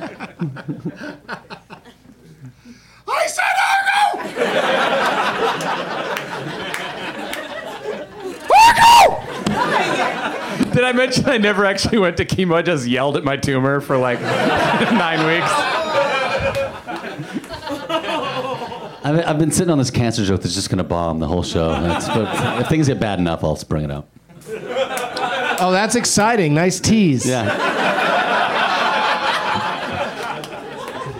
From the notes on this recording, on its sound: Live from the UCB Franklin